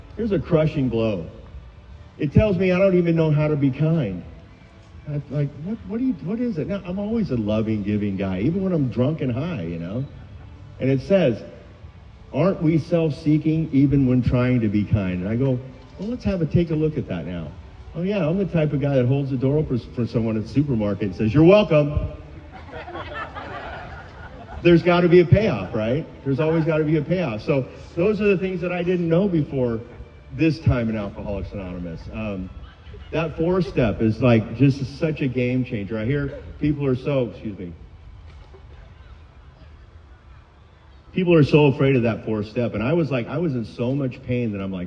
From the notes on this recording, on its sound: Friday Night Live barbecue. AA Park Speakers.